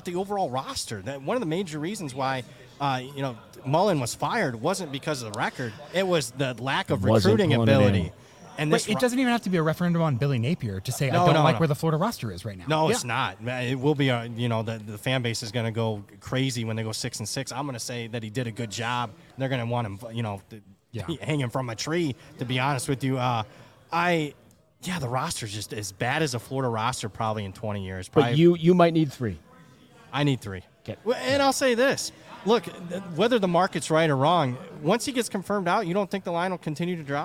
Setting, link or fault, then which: setting, busy venue